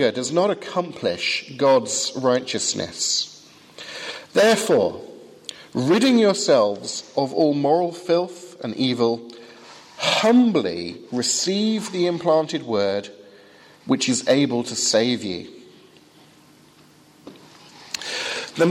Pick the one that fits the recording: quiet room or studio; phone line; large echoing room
large echoing room